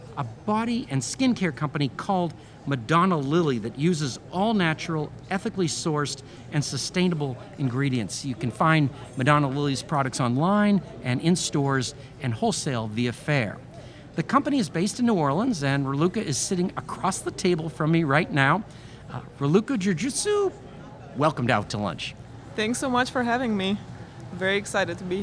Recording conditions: busy venue